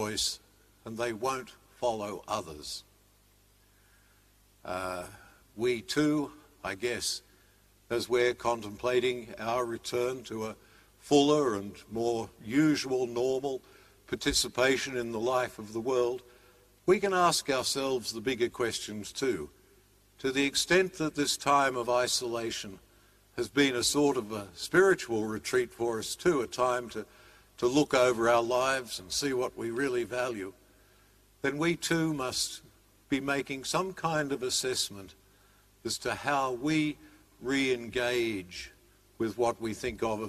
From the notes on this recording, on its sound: Live-streamed 9.30 am Mass from Sacred Heart Cathedral, Hamilton.